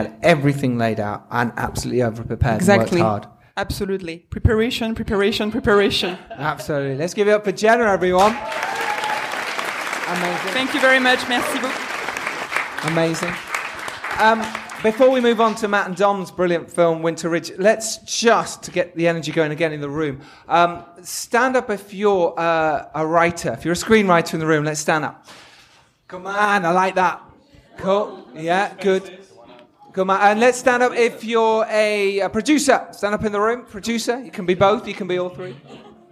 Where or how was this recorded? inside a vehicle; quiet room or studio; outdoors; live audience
live audience